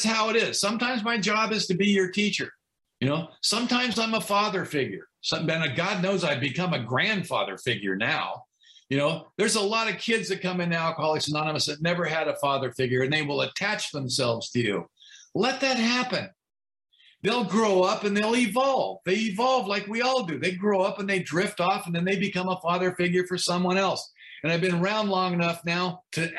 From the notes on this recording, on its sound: From Torrance California is sharing on the topic of Step 12 at the Broken Elevator zoom meeting.